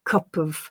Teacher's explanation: the way the p from cup attaches itself to the schwa in of · Term: catenation